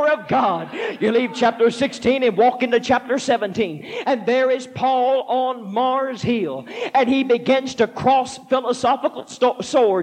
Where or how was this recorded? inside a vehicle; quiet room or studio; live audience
live audience